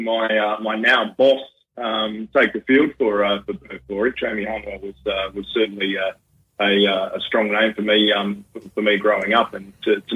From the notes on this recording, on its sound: In the studio the Team this week will be. These guests live on the phone.